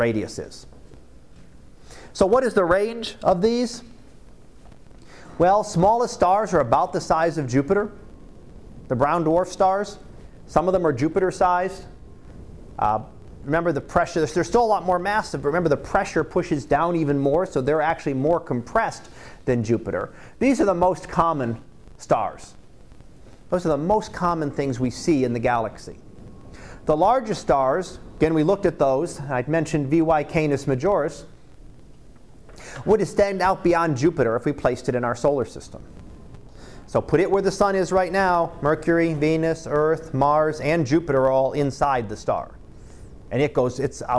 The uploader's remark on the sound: Live Class Lecture